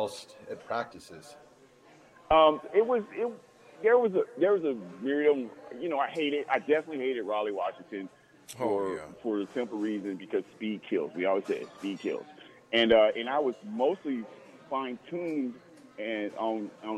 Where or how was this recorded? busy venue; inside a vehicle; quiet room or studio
busy venue